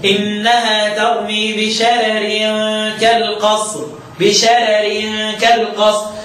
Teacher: يبقى كلمه شرر وفي شرر عنه عن ورش يرقق كلهم، كل اصحابه رققوا الكلمه دي، رغم ان الراء الاولانيه مفتوح وقبلها مفتوح، ما فيش مسبب للترقيق الا انه رققت تبعا للراء التي بعدها · Term: الترقيق